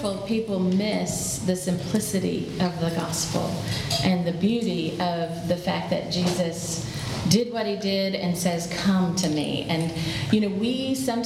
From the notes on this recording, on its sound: Today’s audio comes from the National Disciple Making Forum by Discipleship.org. D6 Family hosted a track called “Discipleship in the Home.”